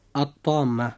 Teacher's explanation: كلمة الطامة جاء بعد لام التعريف في هذه الكلمة حرف الطاء، وحرف الطاء هذا من الحروف الباقية بعد الحروف 14 التي ذكرناها لحضراتكم، فننطق اللام هنا بطريق الإدغام · Term: الإدغام بغير غنة